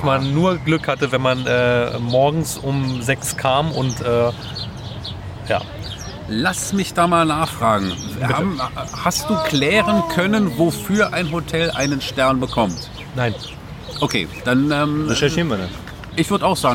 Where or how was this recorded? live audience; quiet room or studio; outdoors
outdoors